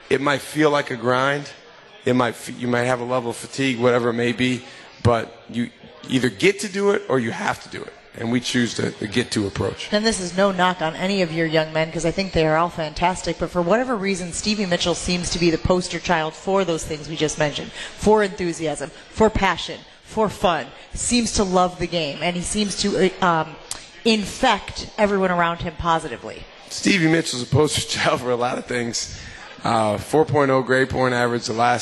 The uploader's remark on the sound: LIVE from MOTOR Bar & Restaurant